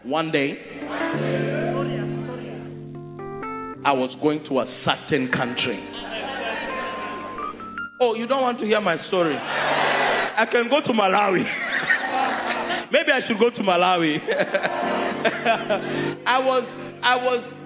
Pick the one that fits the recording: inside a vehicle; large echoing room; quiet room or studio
large echoing room